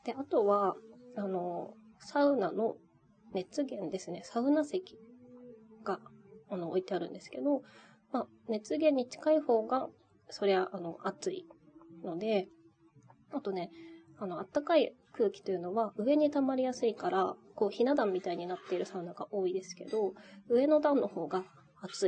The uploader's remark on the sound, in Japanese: 天国ここにありけり（サウナたまらん）※雑音ごめんね。